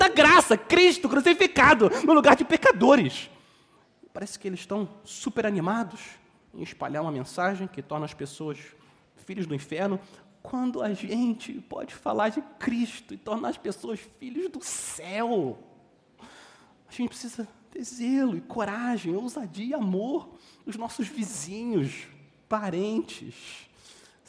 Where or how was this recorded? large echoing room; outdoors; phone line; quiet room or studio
large echoing room